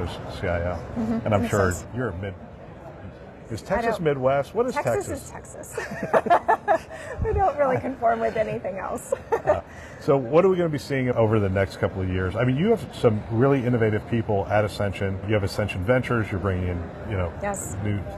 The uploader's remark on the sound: live from ViVe 2023